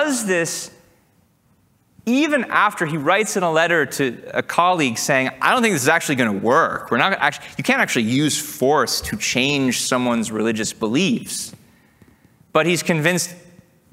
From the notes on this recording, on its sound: Recorded July 2, 2023, at OCON in Miami, Florida.